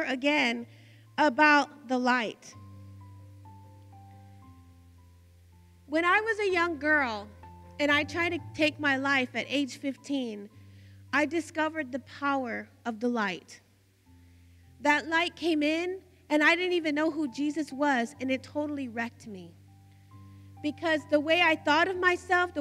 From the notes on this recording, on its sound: Recorded live from the Eagles Arise Gathering In Stryker, Ohio